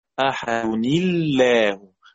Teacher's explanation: نكسر نون التنوين فترقق لام لفظ الجلالة